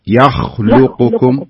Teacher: شوف الياء افتحها لا تقول يو